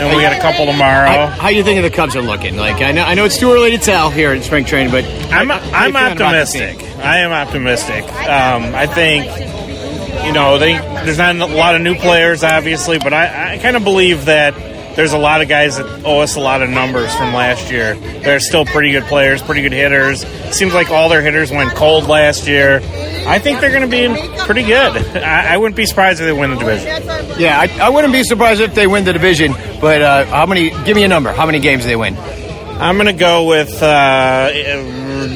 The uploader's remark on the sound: Live From the Club 400 Tent